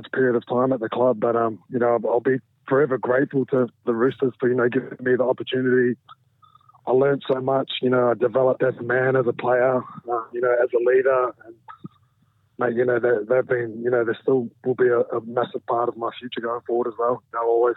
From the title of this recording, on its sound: calls in from across the pond